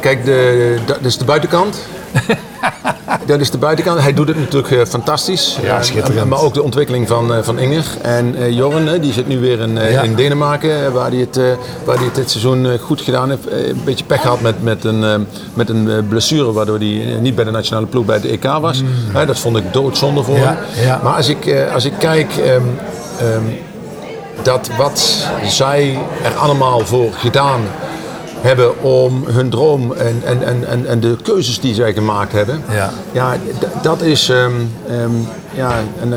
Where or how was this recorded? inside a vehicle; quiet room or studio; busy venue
busy venue